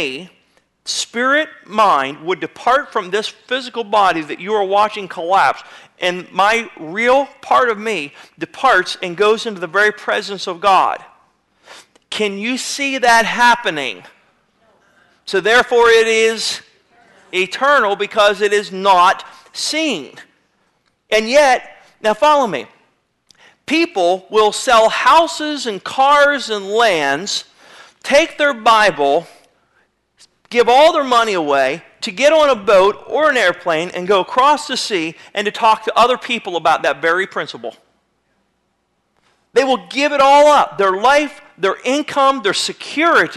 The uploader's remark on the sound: (incomplete message). Sermon was recorded February 01, 2009 at Northside Baptist Church of Elkhart, Indiana.